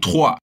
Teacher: Cuidar com o som do encontro das vogais O e I, que forma o som WA.